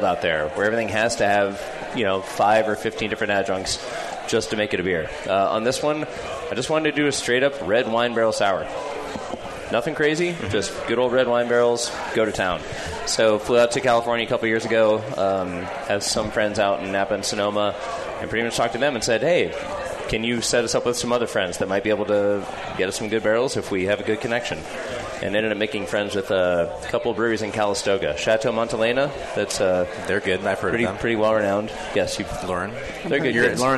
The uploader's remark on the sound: The Sour Hour broadcasts live from The Hop Grenade Taproom in Fort Collins, Colorado!